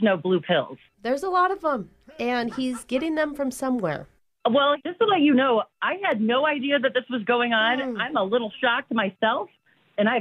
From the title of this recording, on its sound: Phone Tap